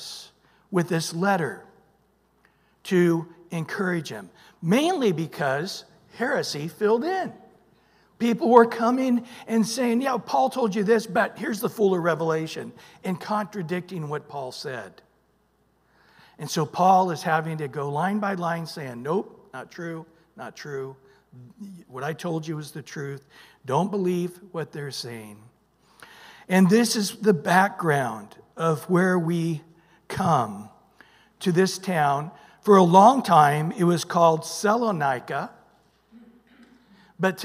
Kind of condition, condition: setting, large echoing room